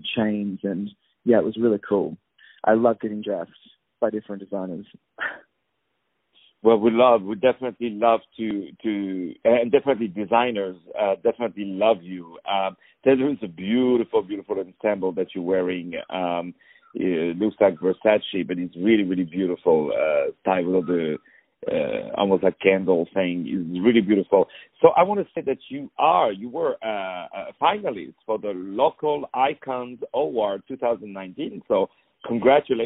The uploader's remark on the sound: On the phone